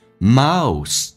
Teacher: 先发 a 再发 u, o 要非常的饱满